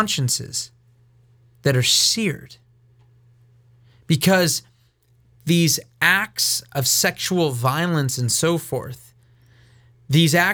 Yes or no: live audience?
no